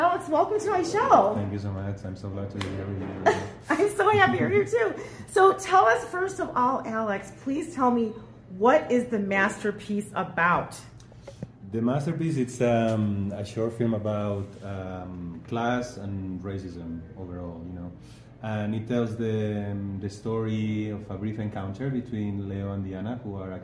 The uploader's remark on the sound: Live from 2024 Sundance Film Festival